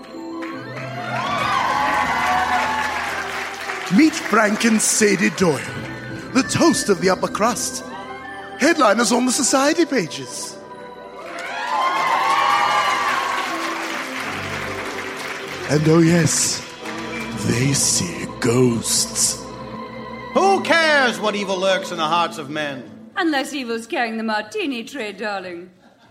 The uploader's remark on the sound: Recorded Live 11/10/2014 at Largo, Los Angeles.